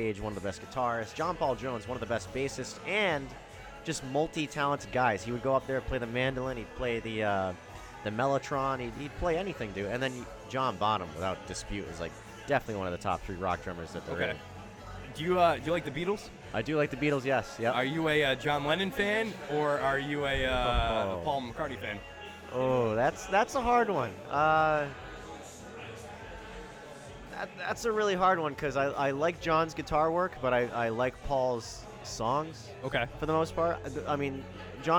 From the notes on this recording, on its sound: Country Fest Newport LIVE Broadcast. LIVE from Newport's FIRST EVER Country Fest!!!